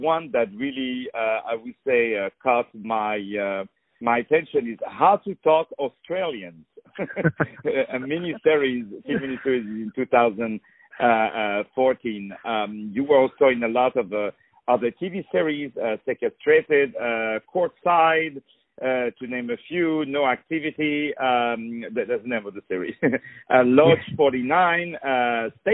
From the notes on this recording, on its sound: On the phone.